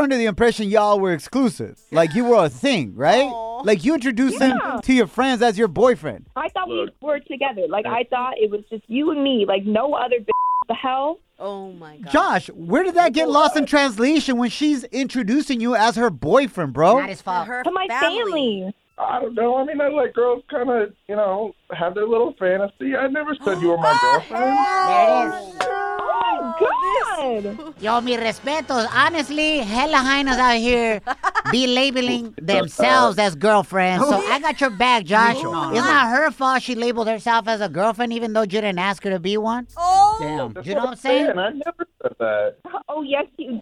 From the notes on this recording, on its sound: We opened up the phone lines to ask our listeners whose song is a banger!